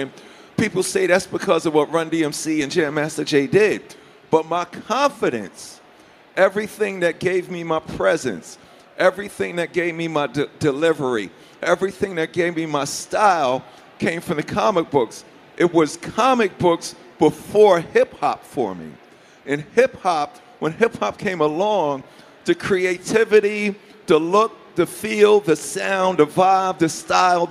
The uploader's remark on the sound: Another panel conversation from Stan Lee's Comikaze Expo 2015!